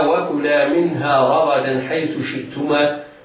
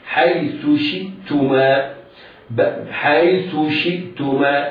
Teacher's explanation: بالغ في إظهار كسرة الشين · Shown in: second take